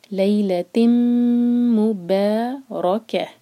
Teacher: ادغام غنہ کے ساتھ، تا کو میم سے جوڑیں گے اور میم کو ہولڈ کریں گے